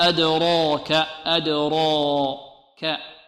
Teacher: أدراك. والراء هنا ماذا؟ راء مفخمة لأنها مفتوحة، وبعدها ألف